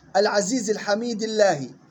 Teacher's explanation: العزيز الحميد الله، وصلا الانتباه إلى ترقيق لام لفظ الجلالة وكسر الهاء